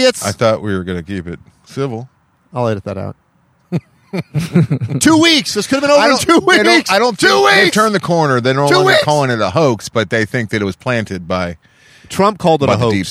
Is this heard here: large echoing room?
no